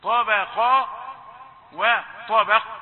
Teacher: حاذر أن تفخم الباء لأنها واقعة بين حرفين مفخمين